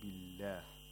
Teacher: the lam of the majestic name of Allah is pronounced with ترقيق، with thinness. Now, the thing with the letter lam is that it is pronounced with ترقيق all the time, except in the majestic name of Allah, under certain conditions.